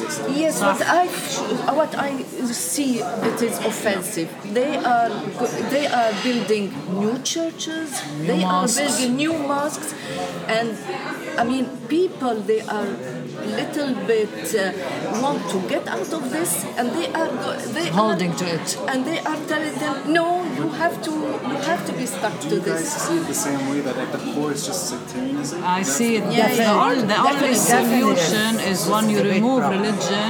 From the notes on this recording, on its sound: We're joined by family and friends for an improvised episode. This episode takes place at a cafe in downtown Beirut, and is recorded over two sessions: the first in the early afternoon as the protests were growing; the second in the early evening while ongoing protests continued into the night.